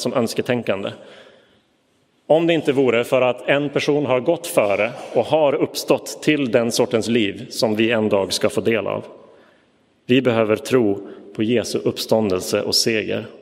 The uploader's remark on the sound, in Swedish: Inspelad i Roseniuskyrkan den 6 november 2022.